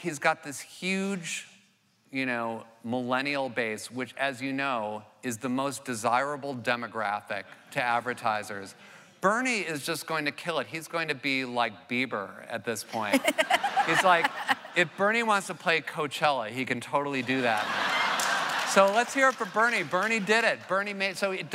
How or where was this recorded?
live audience